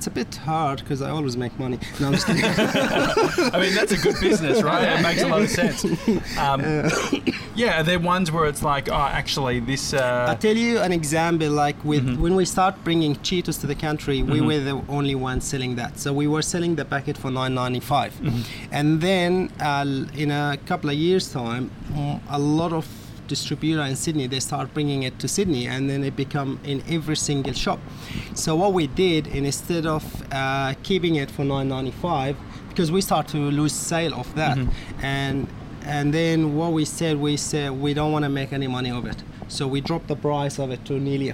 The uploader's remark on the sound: Live From Redfern Convenience Store